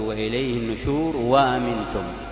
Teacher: فإذا قرأ النشور ووصلها بأمنتم فإنه يكون فيه إبدال الأولى واوا، وهذه خاصة قرأ بها قنبل فقط، فتقول وإليه النشور، ثم تحول الهمزة واو فتقول وإليه النشور وأمنتم، وقرئ بالوجهين بالتحقيق وبالتسهيل، وإليه النشور وأمنتم بالتخفيف، وإليه النشور وأمنتم بالتحقيق.